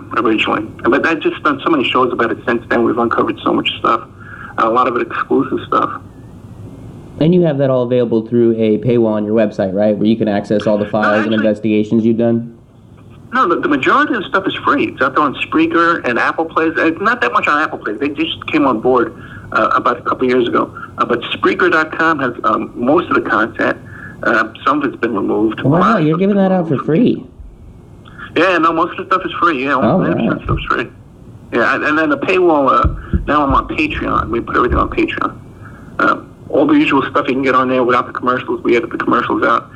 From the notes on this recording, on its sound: for a phone call